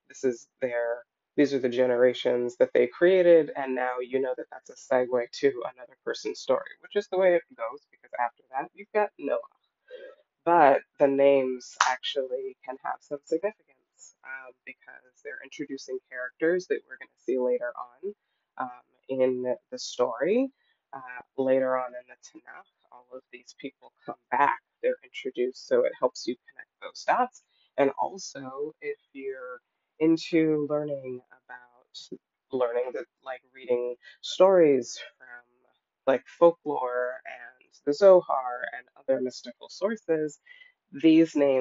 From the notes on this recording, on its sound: Forgive the audio quality in this episode!